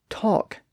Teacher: talk has an aw vowel sound, like in the word caught. So there's not really an L in there.